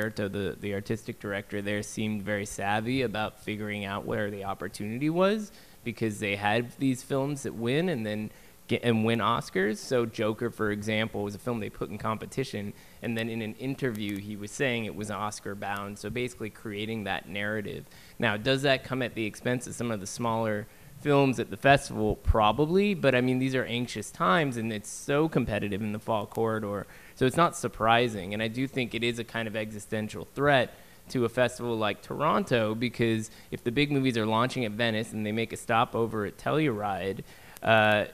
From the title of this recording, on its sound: Live From NYFF